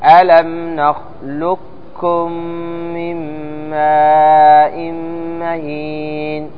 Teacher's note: فيها وجهان. الجمهور على الإضغام الكامل بأنك تذهب بالقاف كاملة ولا تنطقها، فتقول ألم نخلق، واضح كاف، ألم نخلقكم من ماء مهين، ألم نخلقكم من ماء مهين.